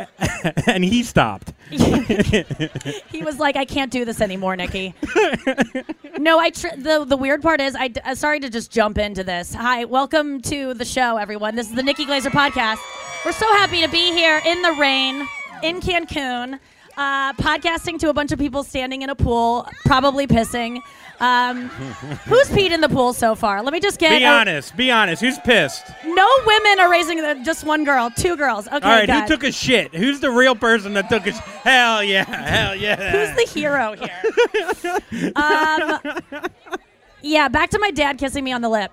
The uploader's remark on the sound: Live From JUST FOR LAUGHS ESCAPES - CANCÚN!